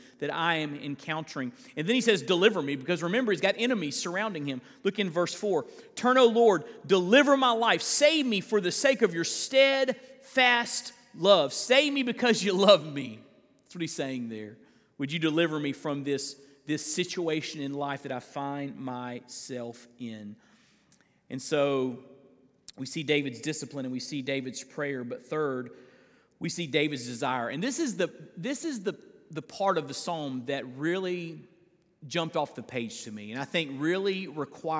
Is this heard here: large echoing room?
yes